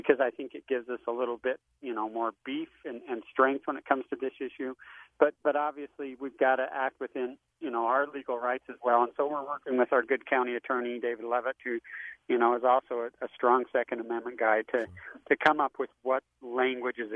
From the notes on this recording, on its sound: Joins the program via phone from Utah County.